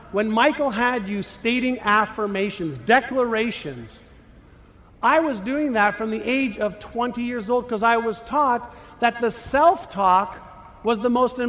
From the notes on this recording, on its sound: talk at The Secret to Your Best Year Ever conference in San Diego, put on by the Jenna Druck Foundation